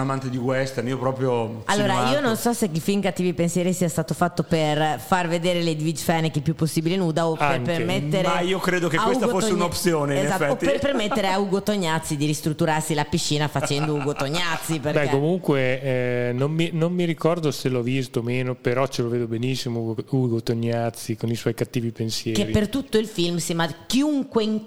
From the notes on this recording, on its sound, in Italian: In questa puntata registrata durante il "Sedicicorto Forlì International film festival"